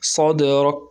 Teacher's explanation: انحبس الصوت ثم جرى بعده النفس في الكاف